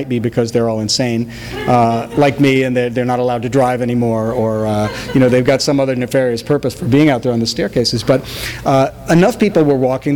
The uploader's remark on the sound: THIS EVENT WAS RECORDED LIVE AT SKYLIGHT BOOKS